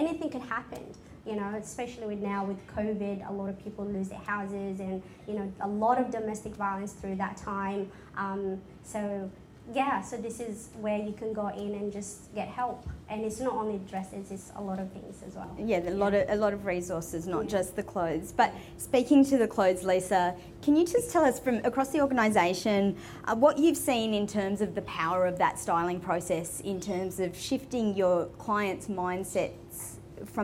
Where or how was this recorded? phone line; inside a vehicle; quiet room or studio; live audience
live audience